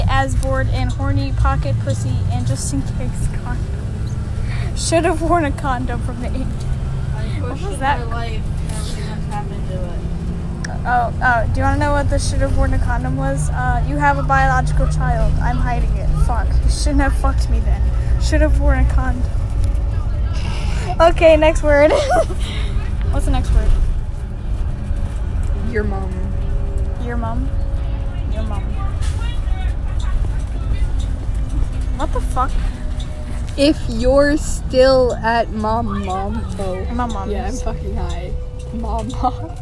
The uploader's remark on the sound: Recorded on a bus